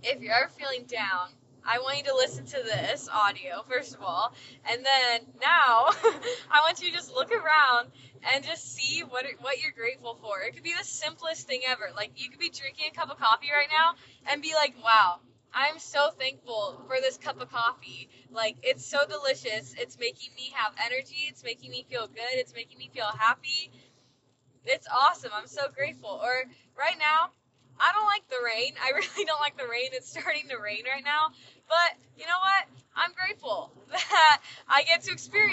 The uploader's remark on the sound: In this short segment, I chat from my car. While on a long drive, an energy of gratitude naturally overcome me and I felt the need to share.